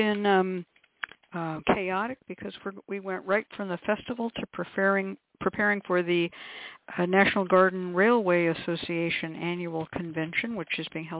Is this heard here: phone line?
yes